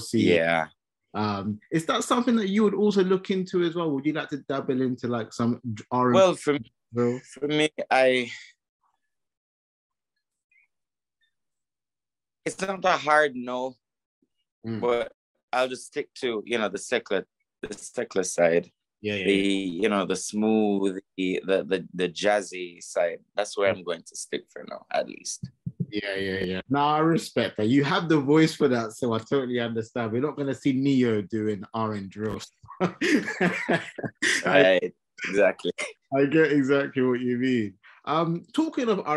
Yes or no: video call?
yes